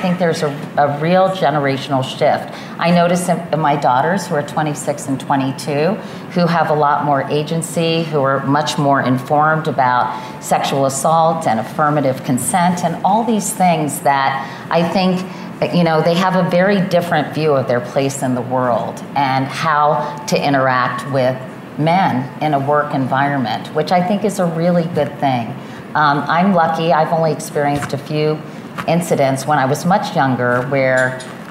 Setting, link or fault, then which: setting, busy venue